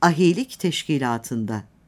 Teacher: Ahilik teşkilatında ahideki i uzun okunur.